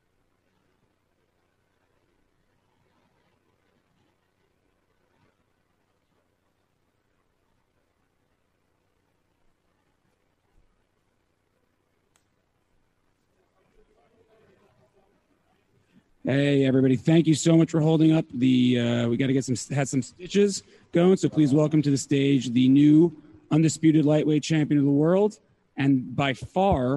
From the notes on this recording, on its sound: Post fight Press Conference.